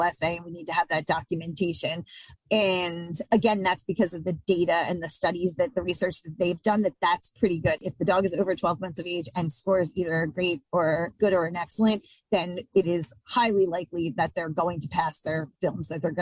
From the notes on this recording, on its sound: The audio for this podcast episode was taken from a recent Good Breeder Webinar.